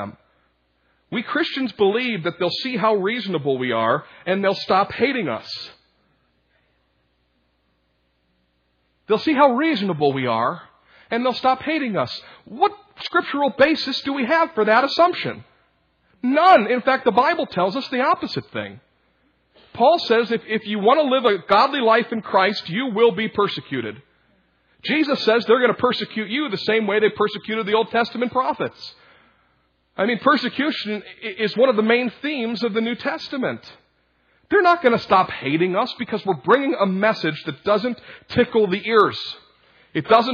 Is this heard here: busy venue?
no